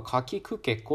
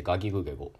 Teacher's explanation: これは「ぐ」っていう音で声帯が振動しています · Shown in: second take · Term: 有声